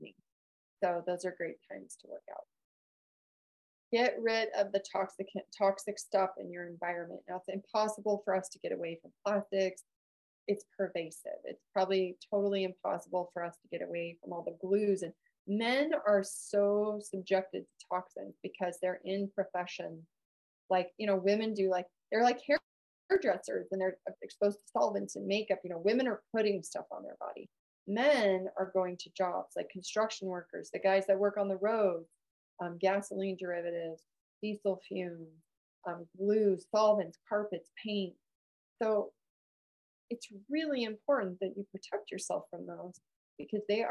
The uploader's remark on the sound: Listen to a recording of our live Men's Health Webinar.